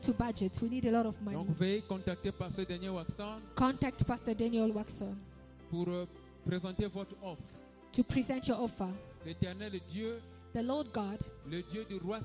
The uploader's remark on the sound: Sunday Live Service